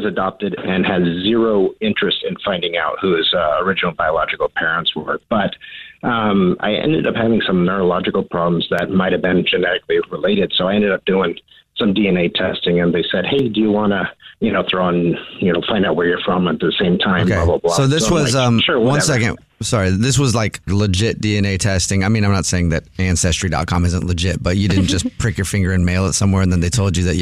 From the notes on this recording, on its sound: The guy on the phone has a Dirty Little Secret that will change his family tree forever!